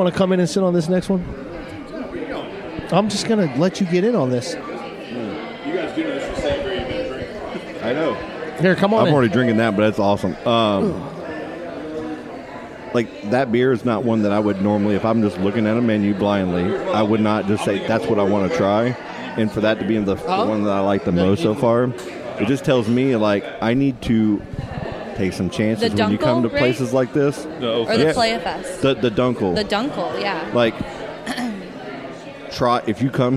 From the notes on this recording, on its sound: Podcasting at Playalinda Brewery